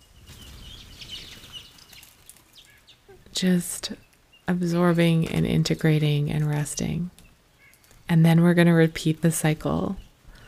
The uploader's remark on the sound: Today's episode brings the forest to you with winter bird sounds recorded under big beautiful trees.